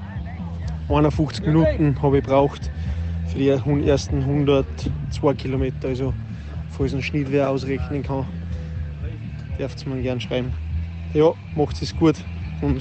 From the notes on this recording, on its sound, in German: Zumal noch im O-Ton direkt aus der Wüste erzählt.